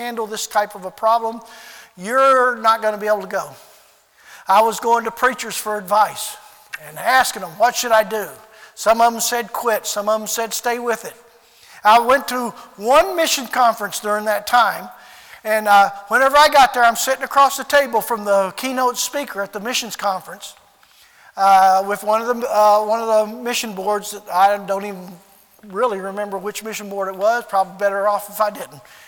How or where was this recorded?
large echoing room